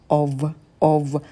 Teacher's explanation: Обратите внимание, что предлог of произносится с в на конце. Там не f звук, а в, of, of. Звонкий «в».